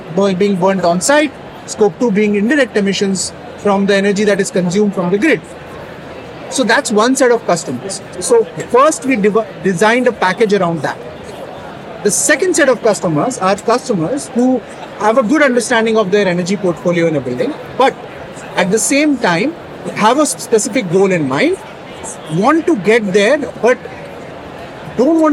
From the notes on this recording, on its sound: In this bonus episode, we share a LIVE conversation from the 2023 Greenbuild International Conference and Expo in Washington D.C.